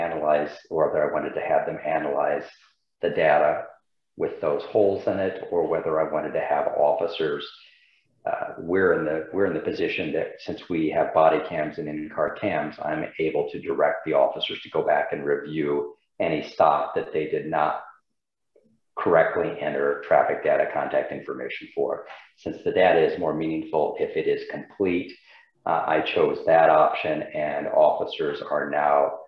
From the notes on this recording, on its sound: University Heights City Council Meeting of May 10, 2022 was held on Zoom.